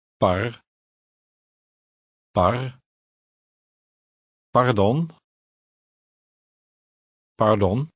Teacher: Note the sound of the Dutch R in the middle of the word. It is pronounced with a slight trill.